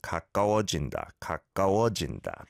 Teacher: I don't think there's too much of a difference between the ka and ga, right? It's more that the ga kind of almost blends onto the previous syllable.